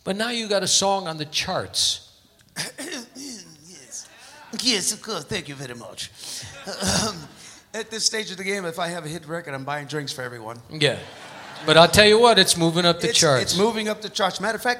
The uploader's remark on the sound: Live at the South Point Casino